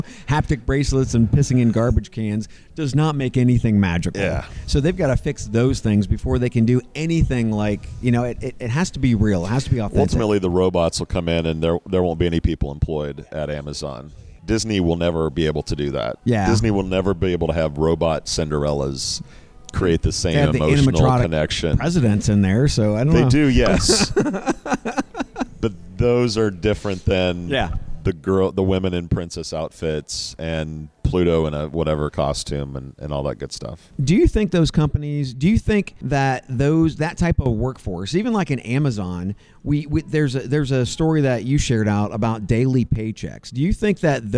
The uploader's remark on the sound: Recorded LIVE from a posh Dallas Hotel lobby.